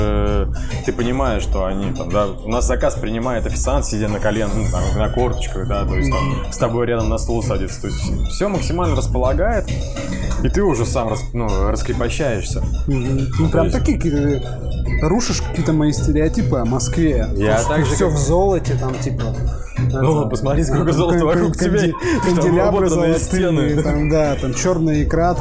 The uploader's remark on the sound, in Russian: СОРРИ, ЗАПИСЬ ШУМНАЯ. ЗАПИСЫВАЛИСЬ В ПЯТНИЦУ В ПОЛЕВЫХ УСЛОВИЯХ.